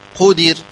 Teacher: الأول أن تسبق الراء كسرة، قدر الراء ساكنة ما قبلها مكسور فترقق